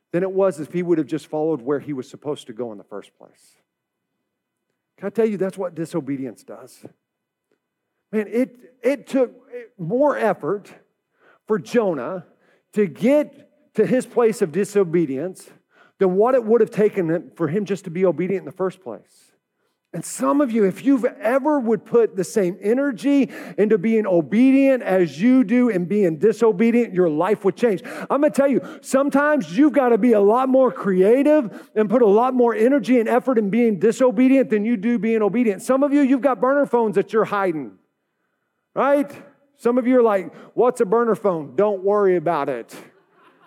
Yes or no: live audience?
yes